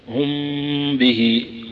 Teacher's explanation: النطق الصحيح أنها يكون فيها غنة، يكون فيها غنة وفيها شدة يسيرة، ومن غير مبالغة في التشديد أو فتح الفم، هم به، وتضبط هذا بخروج نفس خفيف من الشفتين، وسهل الأمر فيها. · Term: إخفاء